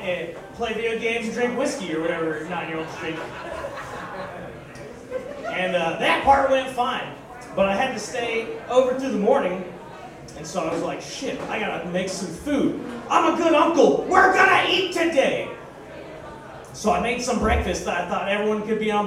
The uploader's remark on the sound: This week's show is live from the Arena Pub